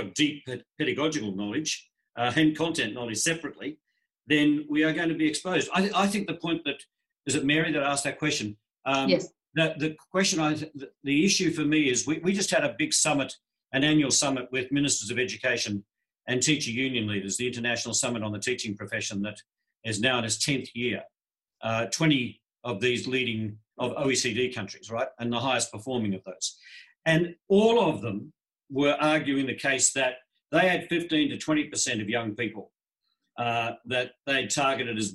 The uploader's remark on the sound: Webinar recording